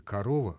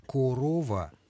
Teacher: гласные «о» и «а» в безударном положении превращаются в один и тот же звук · Shown in: first take